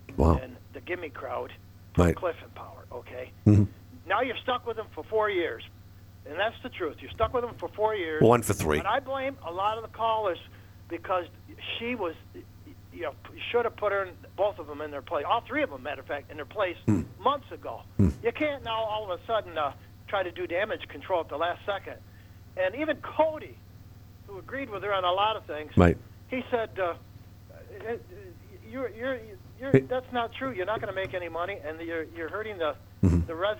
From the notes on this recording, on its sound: the phones didn't stop during today's Hotline and Live at Five Show